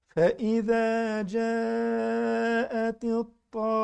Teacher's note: فإذا جاءت الطامة الكبرى انتوا خدتوا الميم واحدة ونص هما اتنين لازم نتأكد على الغنة اتنين ان دي اتنين ميم مش ميم واحدة